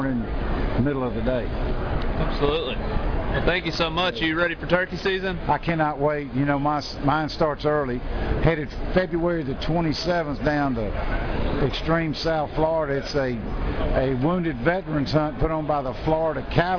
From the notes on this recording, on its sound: 2019 NWTF Convention One Question Interviews with the Pros.